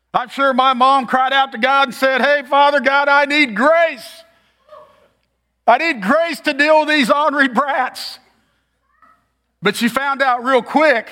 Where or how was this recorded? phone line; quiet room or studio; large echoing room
large echoing room